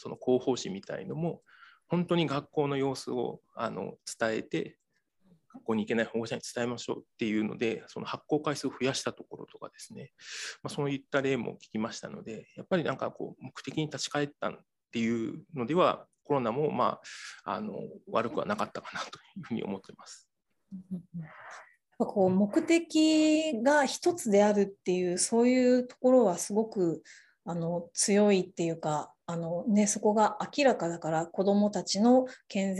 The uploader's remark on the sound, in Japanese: 収録場所： オンライン (Zoom)